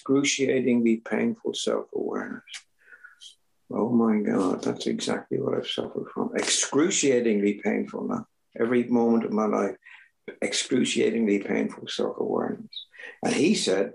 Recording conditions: video call